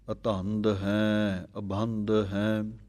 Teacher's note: ਅਜੈ ਹੈ, ਅਭੈ ਹੈ, ਅਨਾਸ ਹੈ, ਉਦਾਸ ਹੈ, ਅਧੰਦ ਹੈ, ਅਭੰਧ ਹੈ। ਅਧੰਦ ਅਭੰਧ ਇਹ ਕੱਸ ਕੇ ਭਾਰੇ ਕਰਕੇ ਬੋਲਣੇ ਹਨ ਕਿਉਂਕਿ ਧੱਦਿਆਂ ਦੀ ਆਵਾਜ਼ ਹੈ